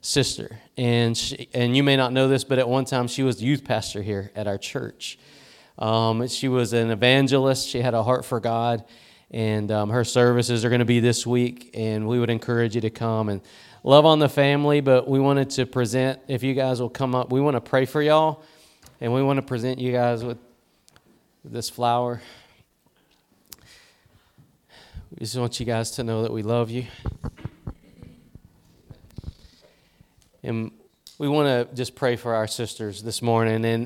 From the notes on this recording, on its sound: Preached at Gospel Lighthouse in Bossier City, La.